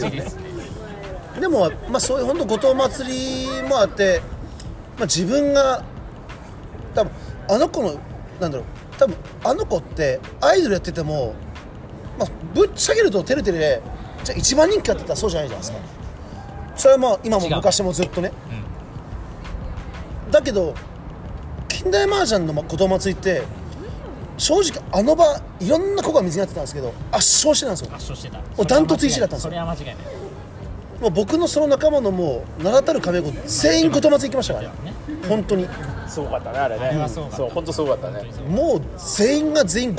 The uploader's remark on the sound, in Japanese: 池袋の路上でオタク5人と飲んだところを収録